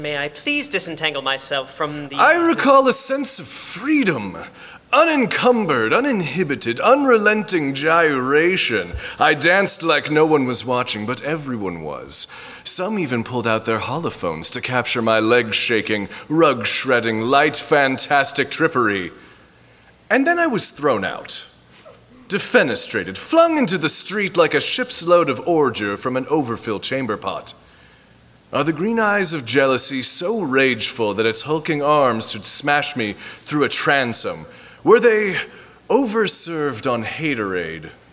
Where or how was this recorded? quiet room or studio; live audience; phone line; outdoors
live audience